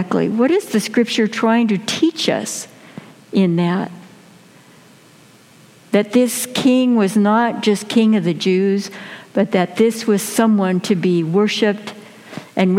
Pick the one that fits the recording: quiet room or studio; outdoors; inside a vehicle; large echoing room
large echoing room